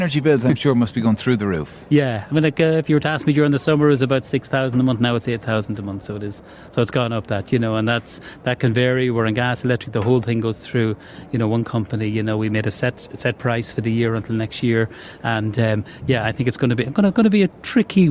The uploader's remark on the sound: LIVE at the National Ploughing Championships, in Ratheniska, Co Laois